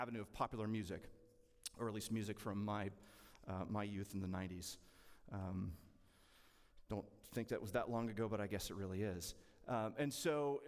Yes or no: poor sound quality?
no